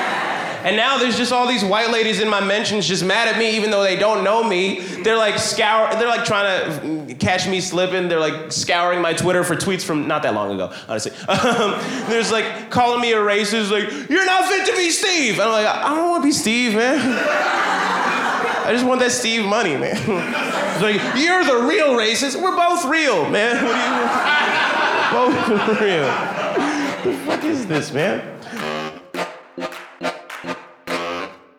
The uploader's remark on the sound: OK was recorded at Relapse Theatre in Atlanta, GA.